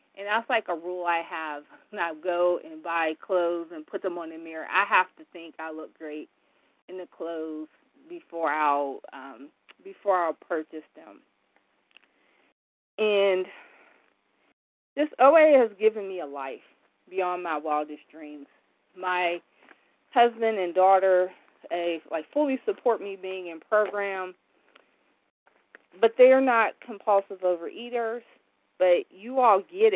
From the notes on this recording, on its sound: from the 100 Pounders Phone Meeting